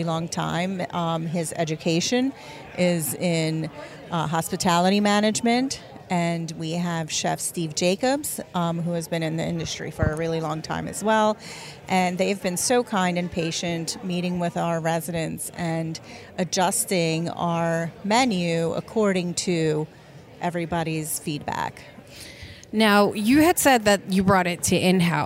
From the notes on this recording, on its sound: As we celebrate the 125th Anniversary of Masonic Village at Burlington with LIVE interviews during the Gala event.